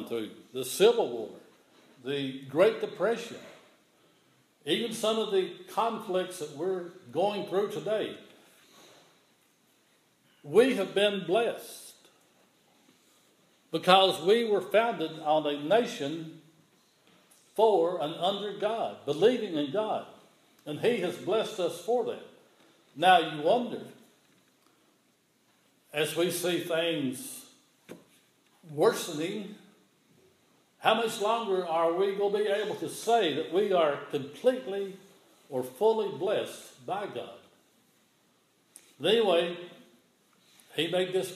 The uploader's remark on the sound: This is an audio recording of the Sunday morning worship service at Persia United Methodist Church in Rogersville, TN on Sunday, November 8, 2015.